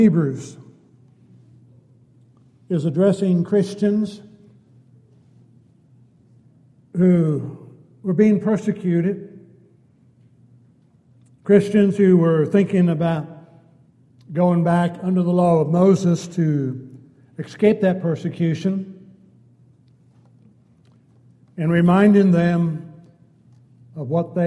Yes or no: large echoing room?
yes